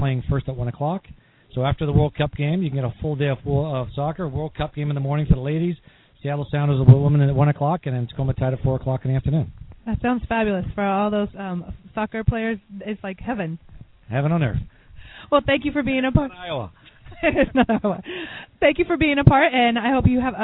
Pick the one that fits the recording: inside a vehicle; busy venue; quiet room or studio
busy venue